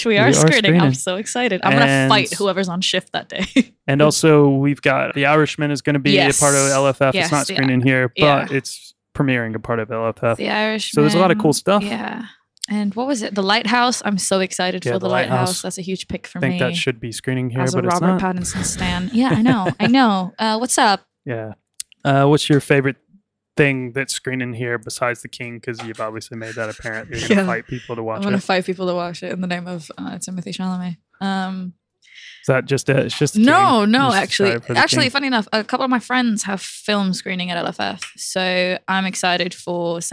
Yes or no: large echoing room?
no